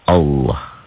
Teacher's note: Mengucapkan huruf lam, lafadz Allah dengan tebal sampai memenuhi mulut ketika mengucapkannya. Sementara suara A lebih mendekati dengan O. · Term: tafkhim